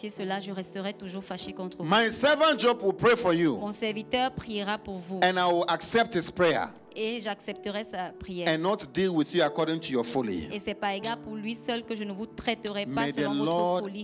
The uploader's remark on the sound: Preached during Joyful Hour Sunday Service